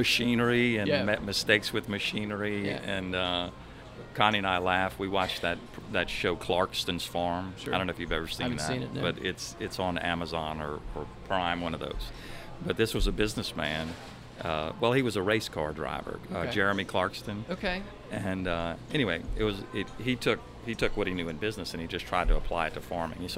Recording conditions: busy venue